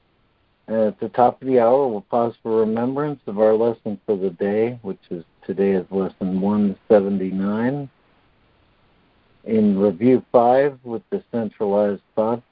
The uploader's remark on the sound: ACIM Daily Conference Call